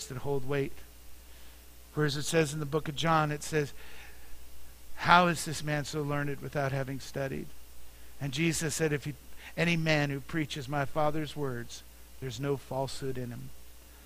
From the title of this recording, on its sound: Mt. Zion Church Live!